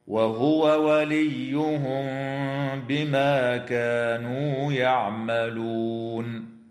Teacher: وتخفى الميم الساكنة مع الغنة عند الباء في قوله تعالى وليهم بما